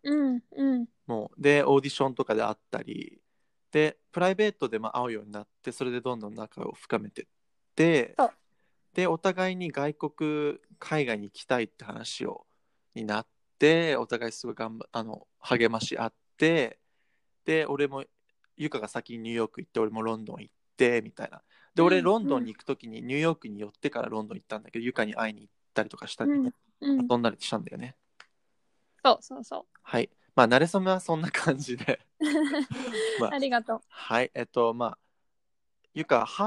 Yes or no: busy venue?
no